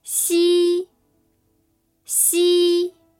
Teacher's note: The first tone, which is a high and level tone, sounds like this.